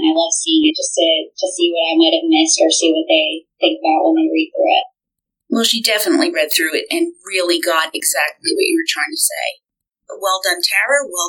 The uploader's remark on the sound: the sound is bumpy!